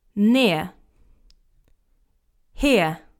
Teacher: we're not pronouncing any r sounds in there